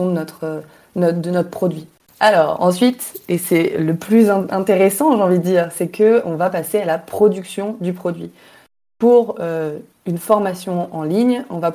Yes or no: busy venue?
no